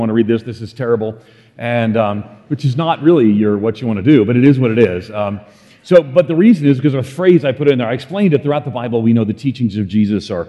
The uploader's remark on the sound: In this Chapel talk he discusses how to live out faith in the face of a culture of outrage by following Jesus’ commission.